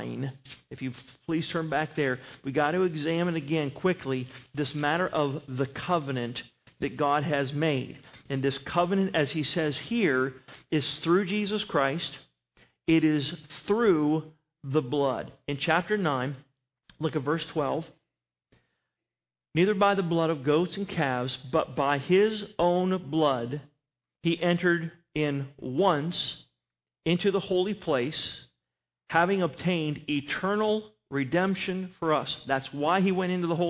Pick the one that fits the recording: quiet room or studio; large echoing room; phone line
large echoing room